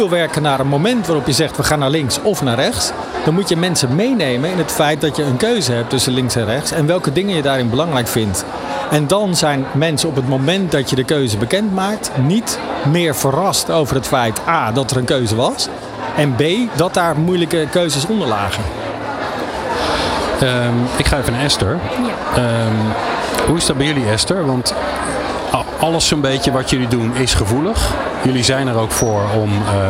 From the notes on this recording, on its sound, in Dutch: New Business Radio deed live-verslag vanaf C-day23 in Spant! Vond C-day23 plaats in Theater Spant! Deed gedurende de dag op verschillende momenten live-verslag van dit event.